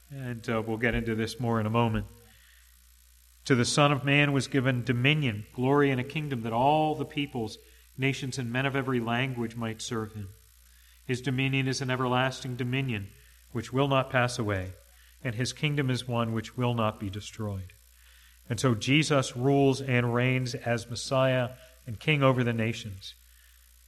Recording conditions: large echoing room